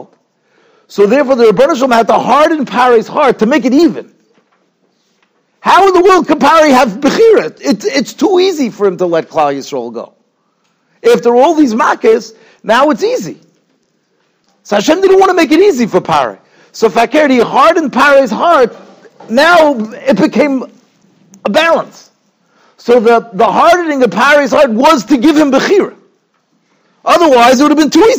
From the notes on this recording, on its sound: Shiur recorded in Yeshivas Ohr Reuven, Monsey, NY.